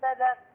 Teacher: بلغ الغين هنا مفخمة